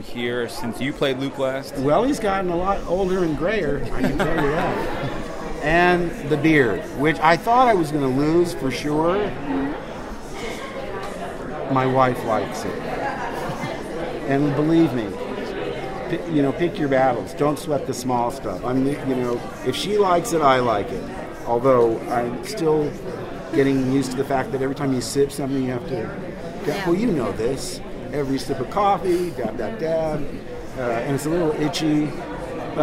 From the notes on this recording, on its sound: LIVE: The Last Jedi Press Row CAST INTERVIEWS at Star Wars at Star Wars Celebration! Apologize for the mic picking up a little breathing, the reporter next to me was slightly ahead of me and VERY close to my mic!